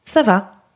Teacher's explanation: When the pitch goes down, I'm providing an answer · Term: intonation